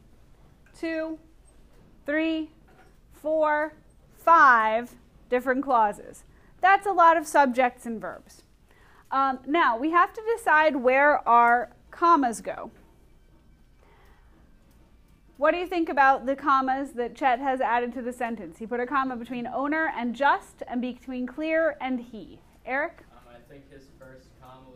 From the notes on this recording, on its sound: Recorded in class